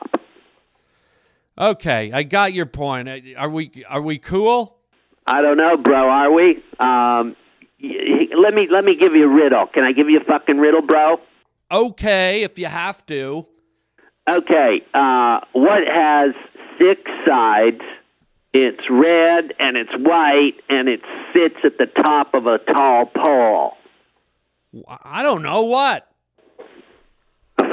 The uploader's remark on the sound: gets a phone call from an irate listener